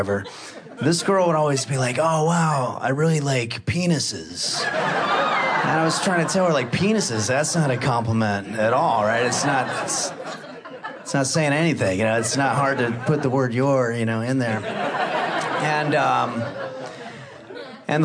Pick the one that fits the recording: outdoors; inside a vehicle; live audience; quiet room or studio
live audience